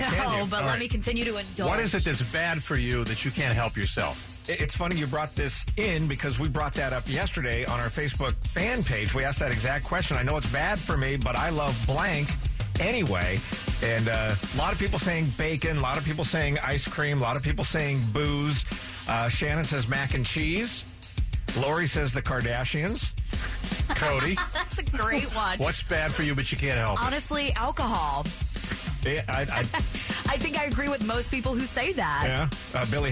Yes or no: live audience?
no